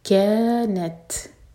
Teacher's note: تا پر ہمس، سانس جاری رکھیں گے، قلقلہ نہیں ہونا چاہیے